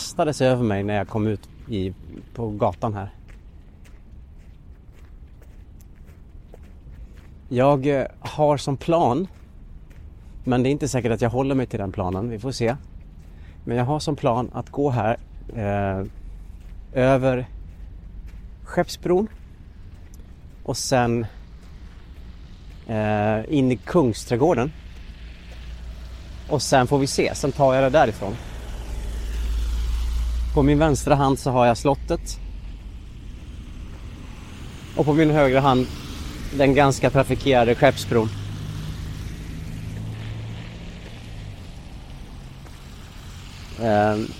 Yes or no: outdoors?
yes